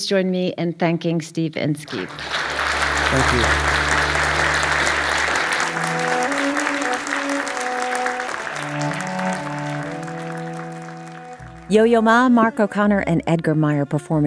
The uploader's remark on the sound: Their conversation was recorded in front of a live audience in Atlanta.